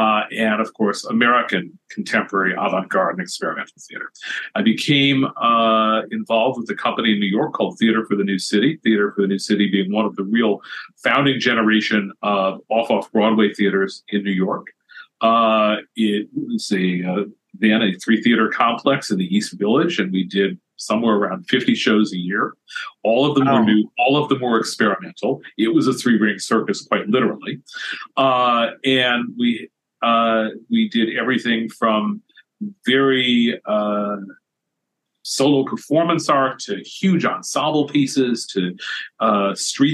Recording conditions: video call